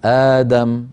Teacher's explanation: من جملة الأوجه التي عنده مد البدل يمده حركتين، يقول آدم أو أربع حركات، آدم أو ست حركات، آدم.